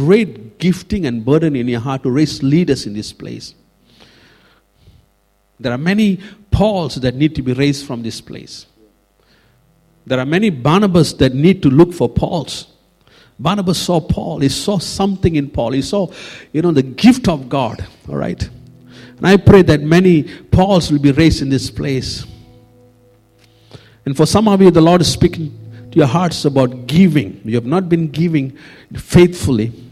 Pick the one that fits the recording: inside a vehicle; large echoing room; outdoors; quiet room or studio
large echoing room